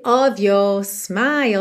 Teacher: aquele padrão do R mais britânico, que é um alongamento da vogal anterior para não ter que ficar enrolando o R